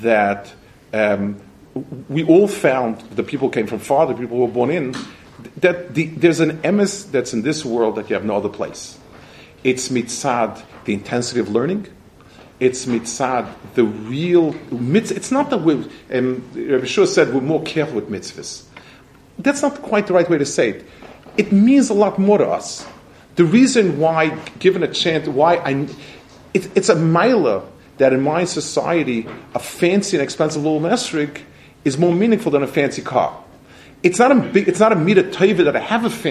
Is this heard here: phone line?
no